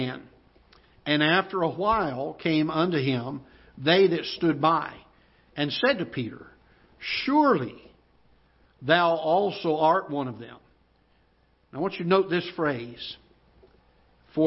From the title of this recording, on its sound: Ketha Heights Baptist Church ~ Live Broadcast